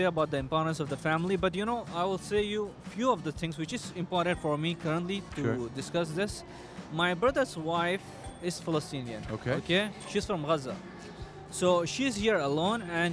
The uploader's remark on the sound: Live from SIBF 2023